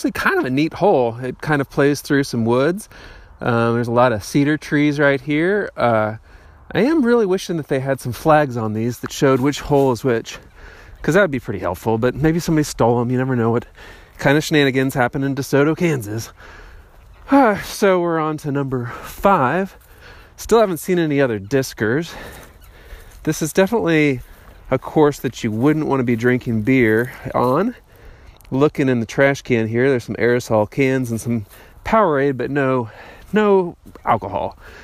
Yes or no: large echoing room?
no